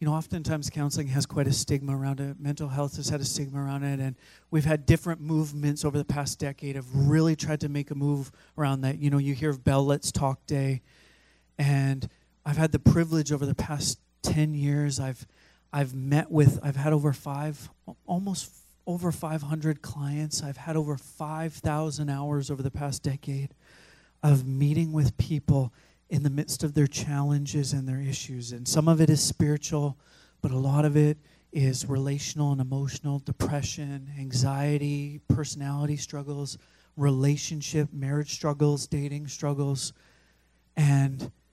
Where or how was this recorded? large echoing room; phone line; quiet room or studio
large echoing room